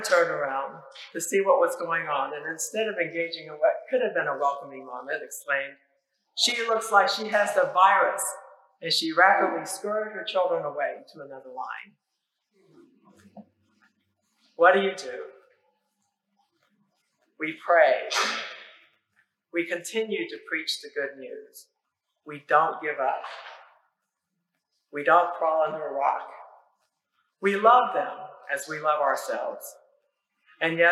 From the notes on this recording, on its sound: Apologies for issues with the audio. A lightning strike near the church overnight temporarily disabled some of our equipment.